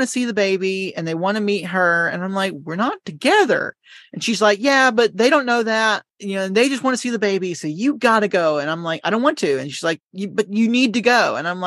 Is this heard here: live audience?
no